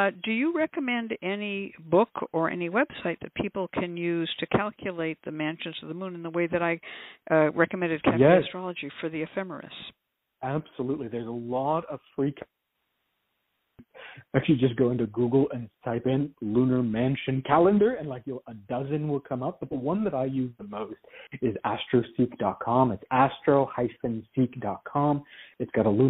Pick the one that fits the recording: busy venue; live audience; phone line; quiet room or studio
phone line